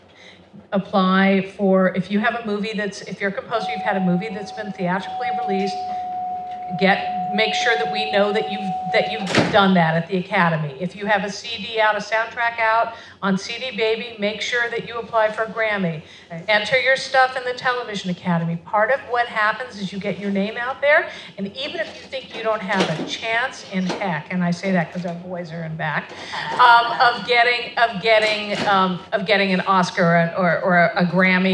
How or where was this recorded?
live audience